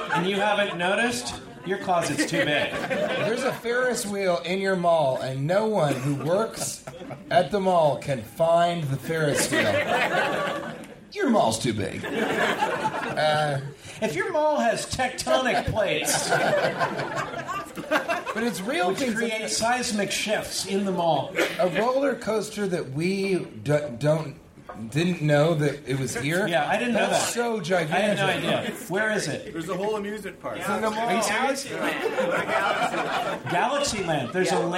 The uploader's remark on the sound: Live from Edmonton!